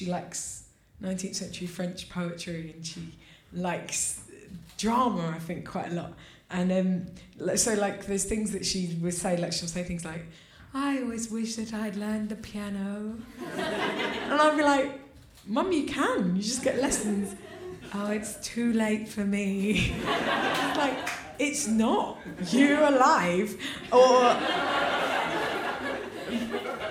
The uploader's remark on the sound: This episode was recorded at the Dogstar in Brixton on 4th July